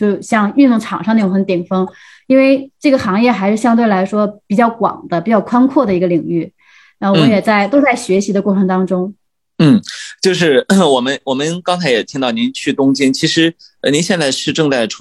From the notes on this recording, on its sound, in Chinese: 本期节目的录制是用某会议软件录制的，音质不会像使用专业的设备那样清晰